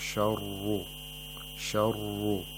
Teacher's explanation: the ra has tafkhim, and we have to make sure that we don't make a trilling sound when pronouncing the ra.